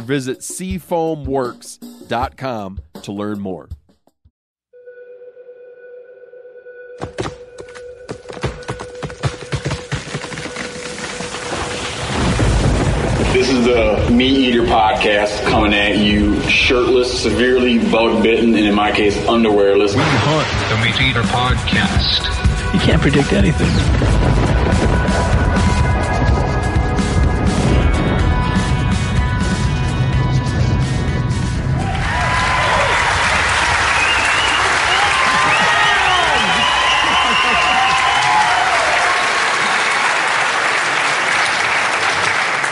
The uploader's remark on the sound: Live from Bozeman